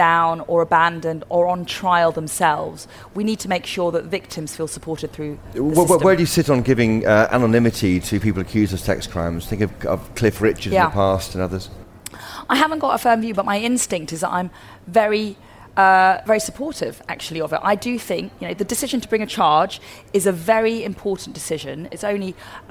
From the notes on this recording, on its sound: Live from CPC.